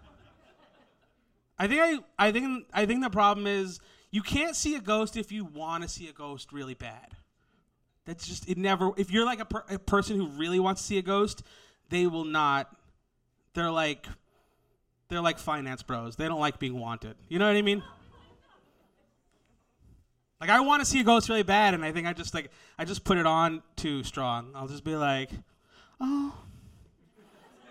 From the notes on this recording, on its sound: Comedians with Ghost Stories LIVE! from Caveat in NYC. From our live show.